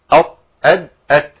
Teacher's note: الطاء والدال والتاء من طرف اللسان مع اصول الثنايا العليا من الداخل